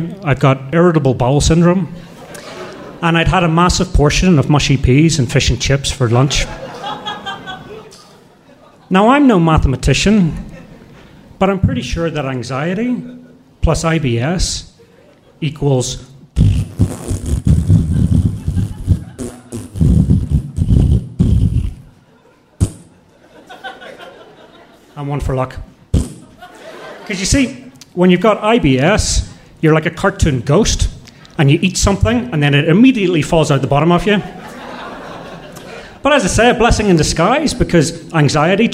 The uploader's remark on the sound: Live From Salt Lake 2!